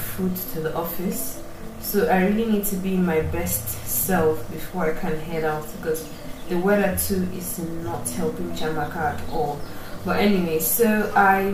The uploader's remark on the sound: Apologies for the background sound. I guess it's my punishment for recording in the morning and not in the evening.